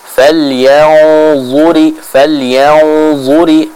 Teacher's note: bacaan ikhfa-nya pun harus di baca dengan tebal